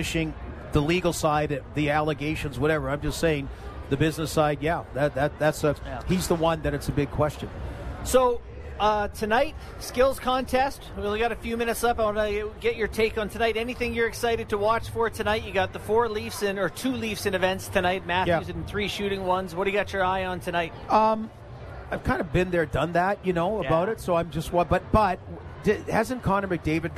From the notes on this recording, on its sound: Live from NHL All-Star Fan Fair